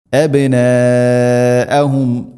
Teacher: മദ് മുത്തസില്, മദ്ദിൻ്റെ അക്ഷരമായ അലിഫിന് ശേഷം ഹംസ, അതേ പദത്തിലാണ് ഉള്ളത്. നിർബന്ധമായിട്ടും നാലോ അഞ്ചോ ഹർക്കത്തിൻ്റെ ഖദറിൽ നീട്ടണം.